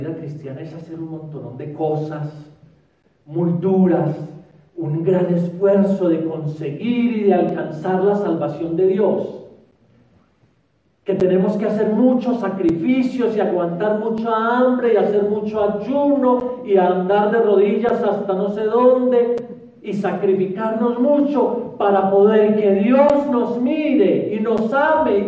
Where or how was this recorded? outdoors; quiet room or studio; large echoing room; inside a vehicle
large echoing room